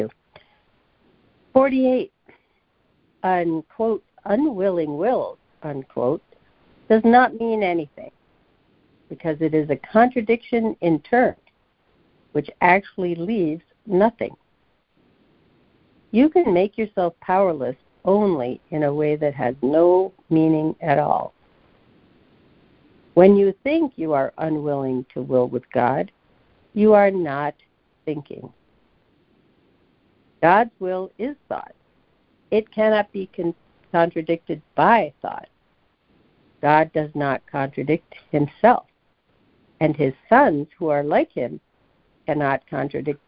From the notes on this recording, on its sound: ACIM Daily Conference Call.